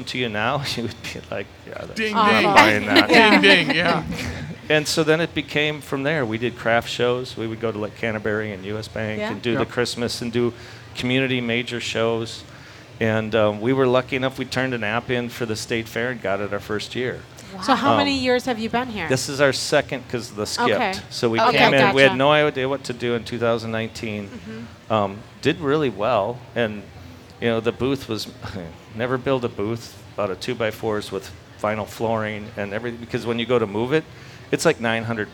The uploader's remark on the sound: Live from the state fair!